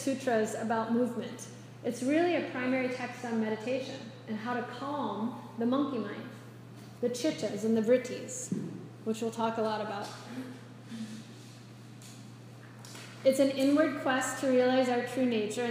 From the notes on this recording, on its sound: This is a live excerpt of a recording during a yoga enrichment teacher training lecture on the Yoga Sutras for a group of yogis studying to be teachers.